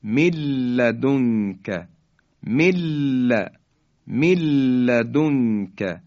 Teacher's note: نون ساکن حذف میشه و حرف بعدی یعنی حرف لام مشدد بیان میشه · Term: ادغام